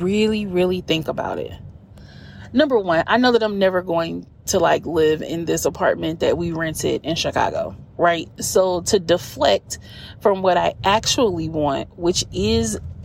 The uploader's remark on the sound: Car Chronicles. This is when an idea sparks while driving and I have to get it out in the moment! Coaching in the Car.